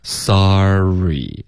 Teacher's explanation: 如果你气流是连贯的说出来 sorry，你这个 sa 结尾呢就会自然而然出现一个 r 的音，为什么呢？因为你气流没断，而你嘴巴就摆了一个 r 的这个音 sorry，所以我是后来添加这个 R 的音在 SA 的结尾，因为如果你气流一致，你连贯的中间不顿的把这两个音节说出来呢，你就会自然而然导致一个 SA 结尾有一个 R 的音 tallest 也是一样，如果你这样发 tallest 那就肯定是错的，OK，因为没有人会就是两个音节中间顿，这样会连贯的一口气把它说出来，任何语言都是这样的，所以 tallest，因为你的 tall 后面呢舌尖会顶上颚接着发 list